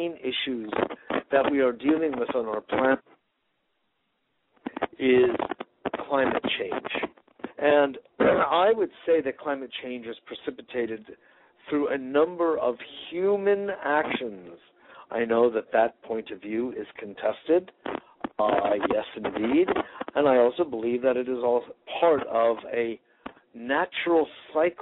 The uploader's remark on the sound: Today is a chance for listeners to call.